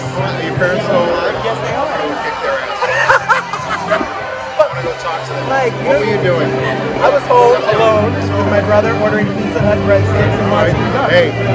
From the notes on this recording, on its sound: We were at the opening night party! It was loud so the sound is a little on the rowdy side.